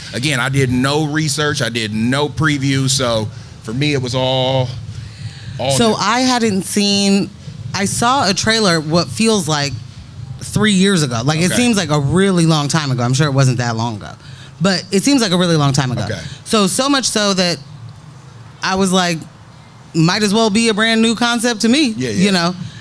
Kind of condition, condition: setting, outdoors